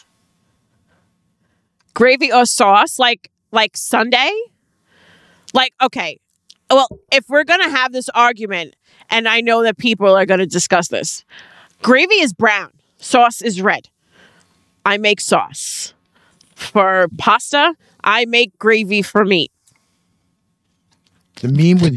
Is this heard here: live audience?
no